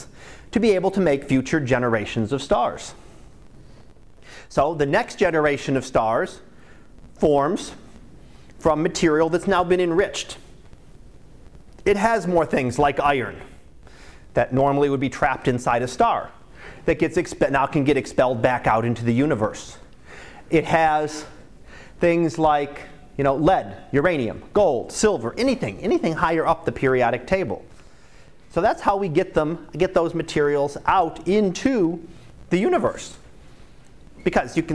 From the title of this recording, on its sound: Live Class Lecture